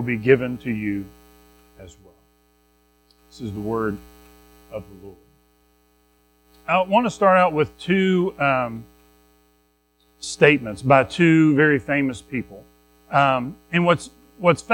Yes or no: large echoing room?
yes